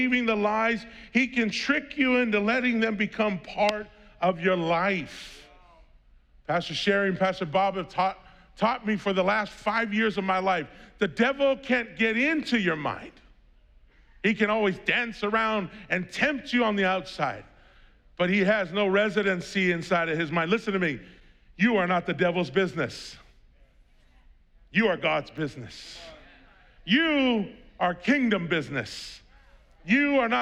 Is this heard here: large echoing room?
yes